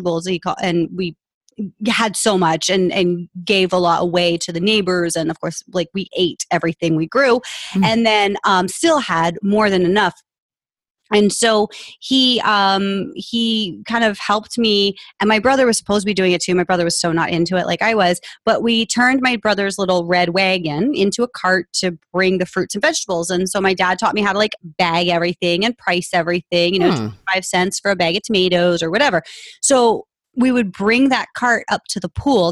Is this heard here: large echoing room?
no